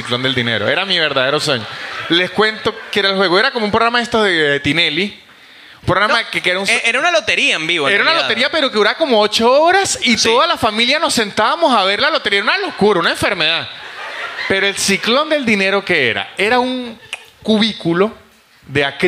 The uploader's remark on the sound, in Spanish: Un episodio grabado en vivo desde el teatro Picadilly en la ciudad de Buenos Aires.